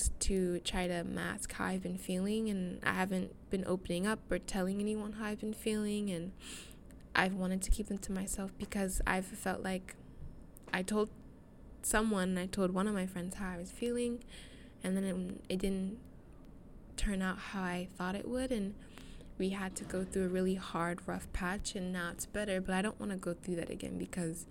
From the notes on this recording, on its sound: I'm so sorry for the wind sounds, aghhh I lost my fluffy mic thingy.